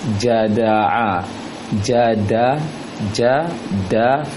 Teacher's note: da ujung lisan, belakang gigi atas